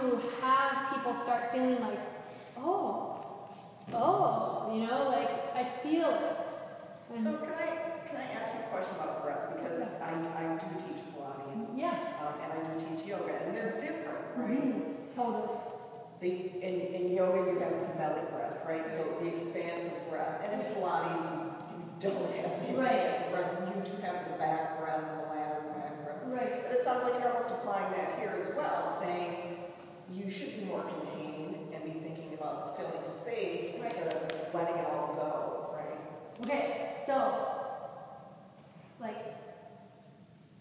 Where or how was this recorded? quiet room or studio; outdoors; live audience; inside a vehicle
live audience